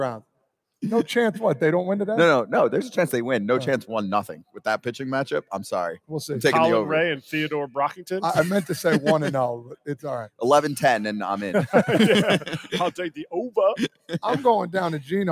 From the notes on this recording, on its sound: Today's show was LIVE at Borgata in Atlantic City